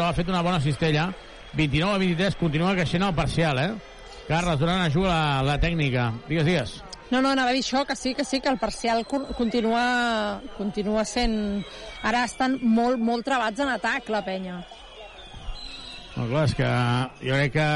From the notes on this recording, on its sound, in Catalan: Transmissió en directe del partir Venice vs Joventut.